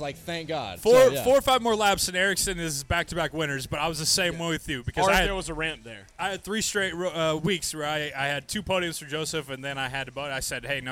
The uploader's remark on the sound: LIVE from Hooters in Downtown Indianapolis